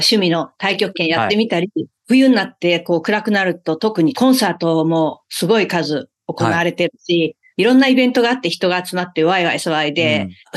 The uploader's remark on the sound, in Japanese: 2023年10月オンライン取材